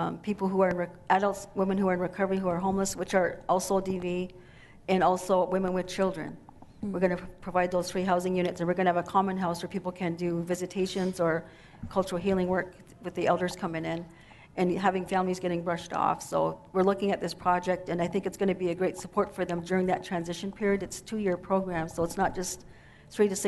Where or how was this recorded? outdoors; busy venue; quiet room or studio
busy venue